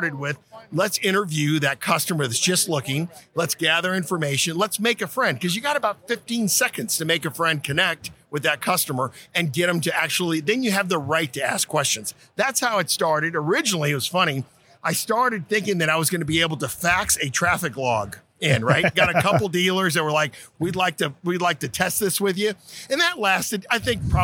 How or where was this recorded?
busy venue